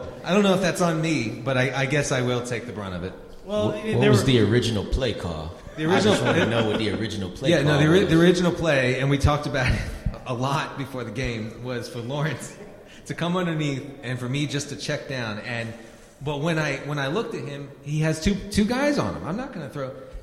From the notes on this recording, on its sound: Live Audience Q&A. Appear live from the Fantasy Football Expo in Canton, Ohio. They take audience questions.